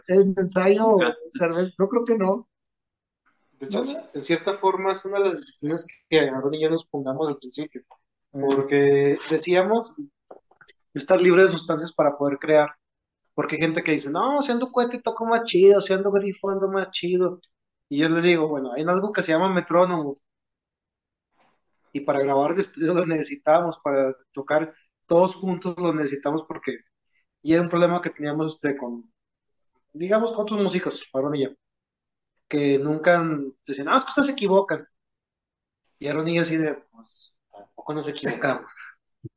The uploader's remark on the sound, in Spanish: Charlamos via zoom